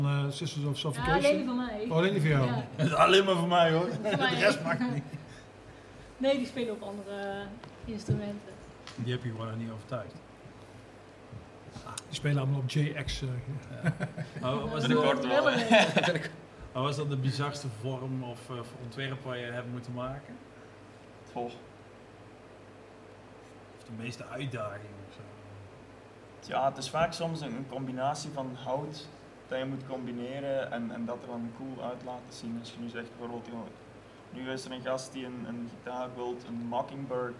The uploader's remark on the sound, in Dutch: Metal Inside is terug en live opgenomen van uit Dynamo.